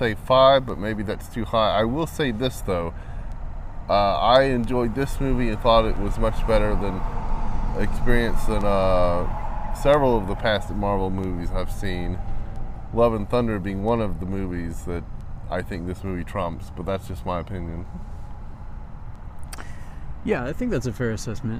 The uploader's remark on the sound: The first is a spoiler-free instant review we literally recorded in the parking lot of the theatre right after seeing the film.